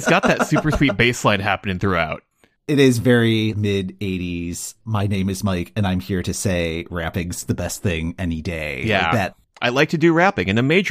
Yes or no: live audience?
no